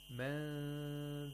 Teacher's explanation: And we have to keep the articulator in that position for two vowel counts, nasal, and you have to nasalize, apply nasalization at the same time for two vowel counts · Term: ikhfa